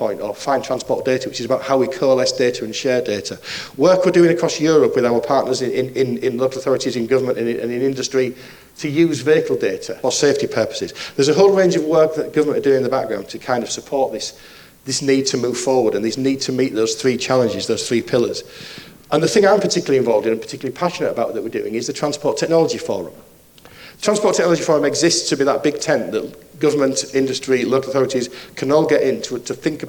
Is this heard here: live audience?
yes